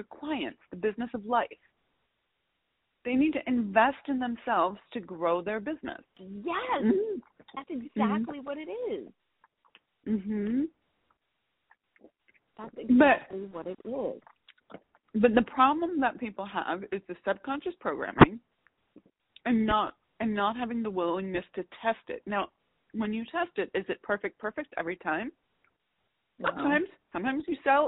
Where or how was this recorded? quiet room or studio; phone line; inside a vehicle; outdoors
phone line